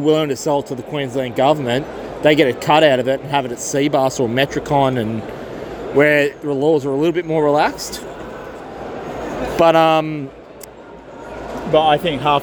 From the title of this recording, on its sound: ON LOCATION AT THE GABBA IN BRISBANE